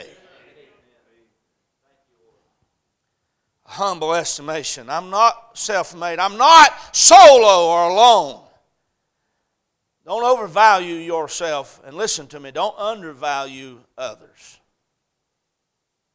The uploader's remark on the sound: A message preached at Crossroads Baptist Church